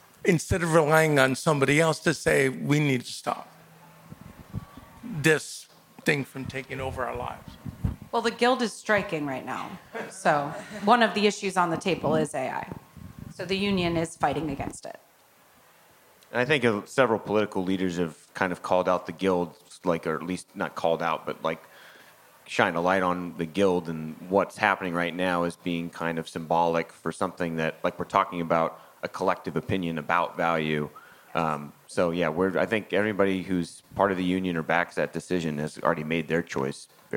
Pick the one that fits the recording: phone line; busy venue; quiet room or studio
busy venue